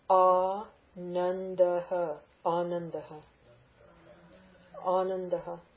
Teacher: Dental nuz, dental D. Long ah, short ah, and then an aspirate.